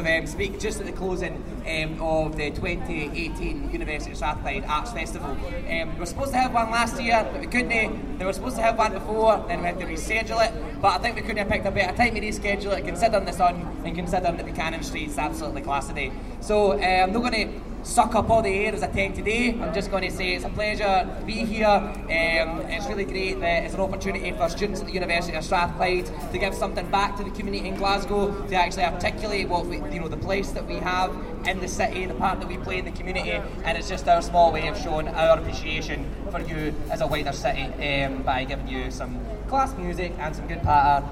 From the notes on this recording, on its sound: On a sunny Saturday of May 19th the Corner of Buchanan Street was filled with amazing music and dance showcasing the art talent from Strathclyde. StrathSpeak was there to record the atmosphere and performances.